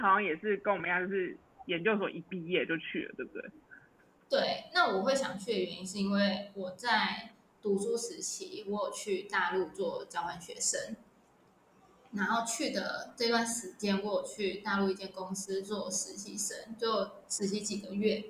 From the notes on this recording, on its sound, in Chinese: 本集仍是遠距錄音，音檔品質欠佳